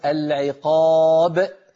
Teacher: إذا قلنا العقاب ختمنا القلقلة بهمزة وزدنا في القرآن حرفا